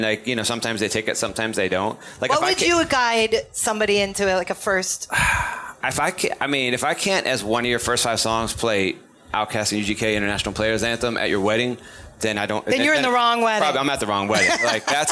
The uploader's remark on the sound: Pop Culture Mondays on Thursdays has its first live show with a studio audience recorded at the Future Proof Festival this week in Huntington Beach.